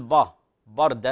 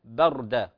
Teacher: فلا نقول با بردا لا، هي بردة با مرققة والراء كذلك مفخمة · Shown in: second take · Term: ترقيق